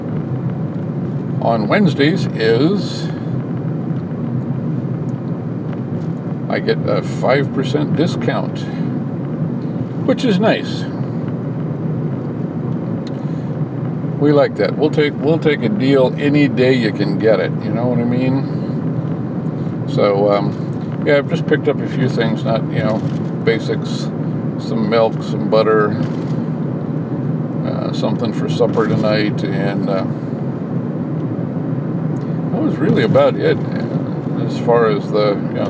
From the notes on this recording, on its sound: A longer and different recording using Backpack as I drive home from the grocery store.